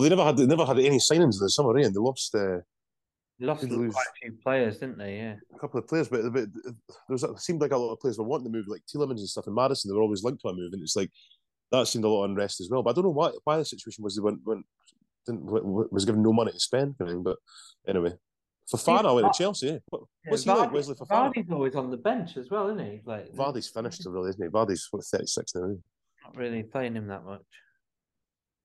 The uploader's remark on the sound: for a quick zoom this week